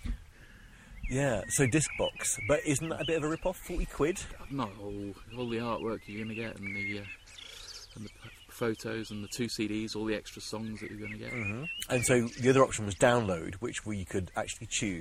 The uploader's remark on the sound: We recorded this one outside!